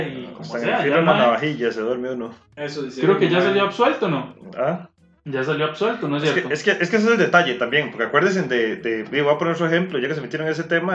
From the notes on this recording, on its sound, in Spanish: estamos perfeccionando nuestro estudio para tener un audio mas profesional el proximo capitulo